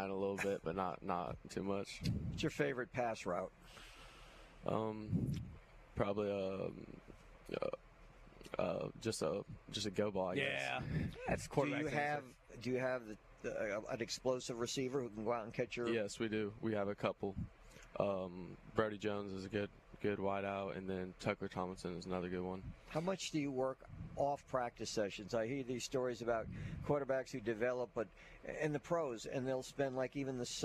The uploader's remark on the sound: High School Gameday at St. Michael. LIVE at SMCHS!